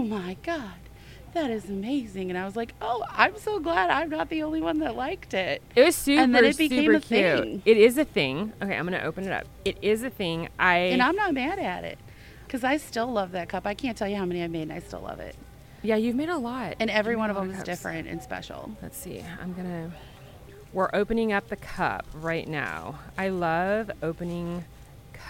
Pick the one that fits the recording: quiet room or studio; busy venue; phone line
busy venue